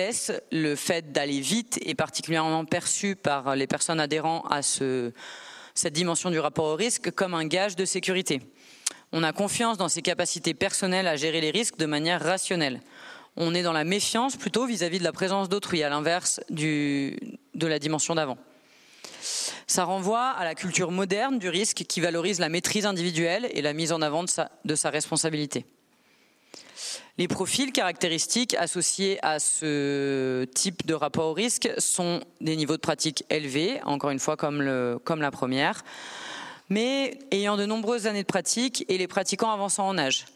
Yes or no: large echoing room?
yes